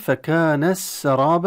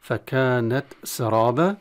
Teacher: وبقية القراء على إظهار التاء عند السين نظهرها · Shown in: second take · فكانت سرابة، والراء المفتوحة مع الألف حكمها التفخيم في كلمة سرابة، والباء منونة بتنوين مفتوح نقف عليها بالألف كما الرسم، والحال مرسومة بالألف، والمد مد عوض ويمد بمقدار المد الطبيعي عند الوقف فقط.